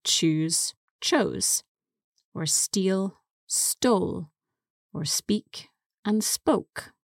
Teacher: So quite a lot of verbs follow a pattern where the vowel from the infinitive changes to a long O in the past simple